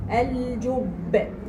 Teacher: على الباء أشد قلقلة عشان هي متشددة